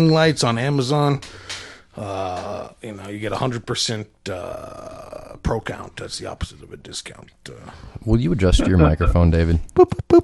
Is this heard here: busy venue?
no